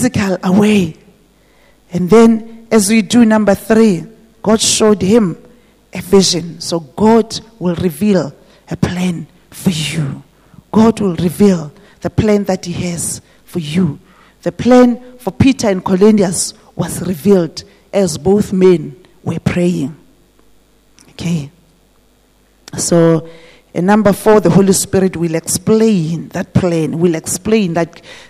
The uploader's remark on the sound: This message was preached at GTCFC City Campus.